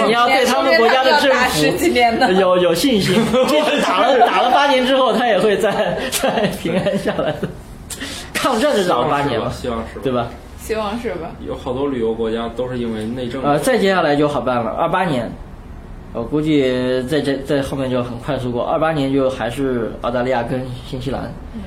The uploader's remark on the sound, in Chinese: 本期节目为在张大妈办公区用录音笔录制，可能有街道上的杂音，请见谅。